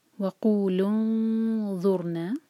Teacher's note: یہاں پہ جب ہم نون کی آواز چھپائیں گے تو اخفا ہمارا ہیوی ہونا چاہیے کیونکہ آگے ضا ہیوی لیٹر آ رہا ہے